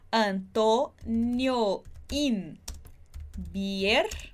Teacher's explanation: o nho com o in, a gente vai acabar juntando